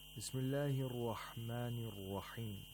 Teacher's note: We have two ra's, Ar-Rahman and Ar-Rahim. They are pronounced with tafkhim, meaning they are pronounced with a full mouth